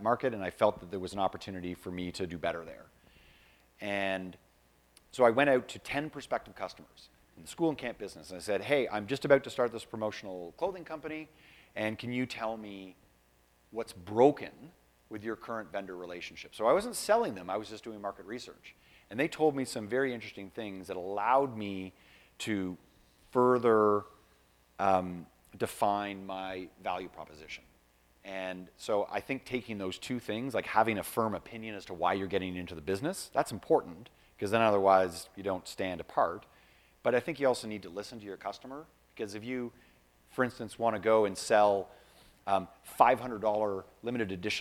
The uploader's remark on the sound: This special edition of skucast was recorded live at The PPAI Expo.